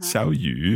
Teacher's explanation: So it's a third tone that becomes a second tone.